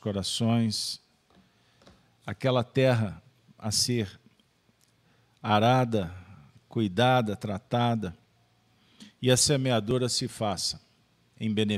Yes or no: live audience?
yes